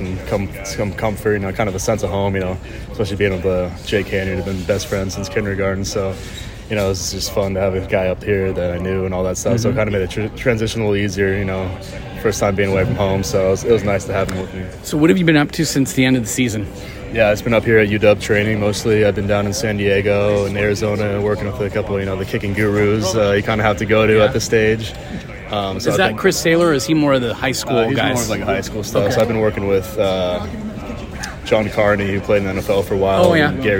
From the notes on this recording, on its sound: DawgmanRadio at Washington's Pro Day.